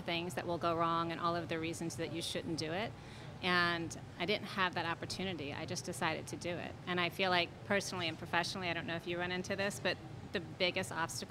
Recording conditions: busy venue